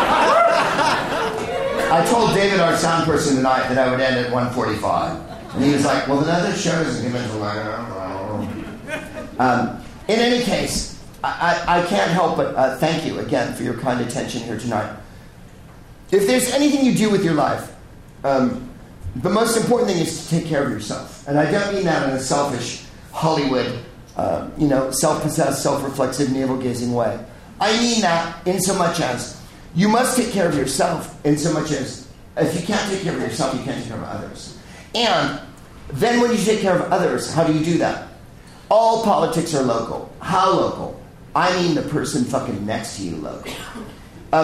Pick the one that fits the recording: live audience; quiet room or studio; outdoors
live audience